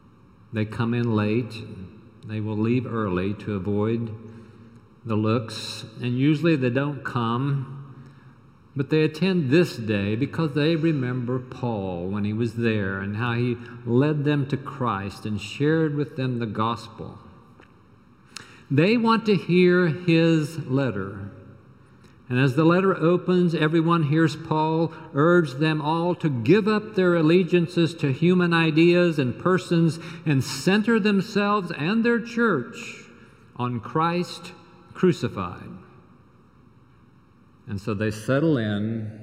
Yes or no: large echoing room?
yes